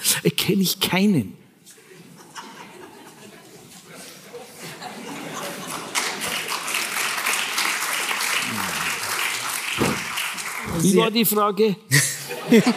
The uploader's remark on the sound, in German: Vor seinem Auftritt bei der Nacht der Autorinnen und Autoren, die die Süddeutsche Zeitung jedes Jahr für ihre Leserinnen und Leser veranstaltet. Im Münchner Volkstheater. Ein Live-Gespräch für den Podcast „München persönlich“. Gut 500 Zuhörerinnen und Zuhörer konnten so unmittelbar dabei sein, wie die Folge entstand.